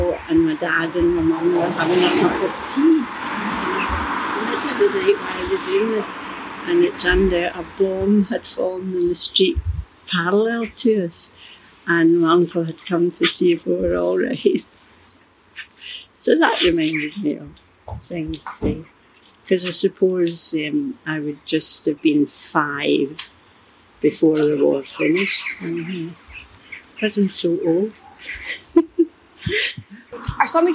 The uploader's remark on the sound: In 2021 Today Museum Parkhead took to the streets of Glasgow's Eastend to 'walk and talk' with local residents. Our one-to-one sessions allowed us to gather LIFE stories as part of our Creative Communities residency for Glasgow Life.